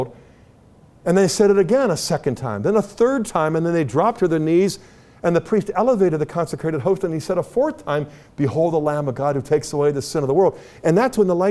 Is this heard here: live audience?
yes